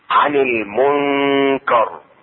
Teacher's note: النون الساكنة اخفاؤها عند الكاف مع الغنة، والغنة حركتين